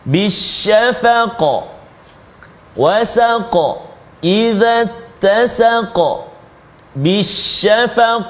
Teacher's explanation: bunyi qaf kena ada lantunan dia qalqalah dia